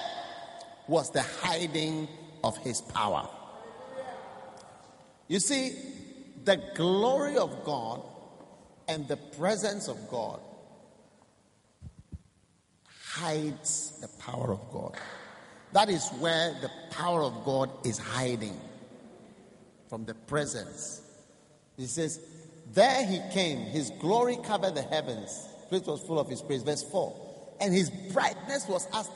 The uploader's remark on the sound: Preached at the First Love Church.